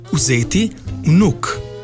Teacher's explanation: Ustnično-ustnični šumni V govorimo, kadar zvočnik V ni ob samoglasniku.